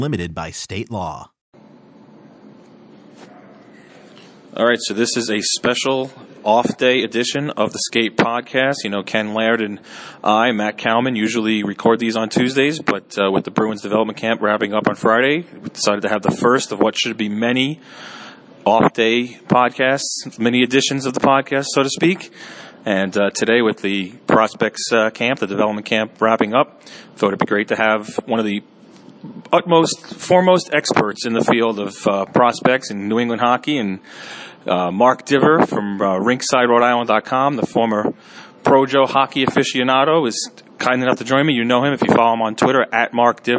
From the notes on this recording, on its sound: Record from the Bruins practice rink at Warrior Ice in Brighton.